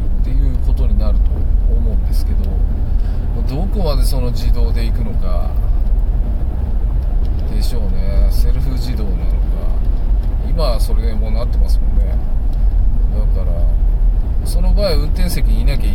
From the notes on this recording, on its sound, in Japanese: 運転中。真夜中の車の中から。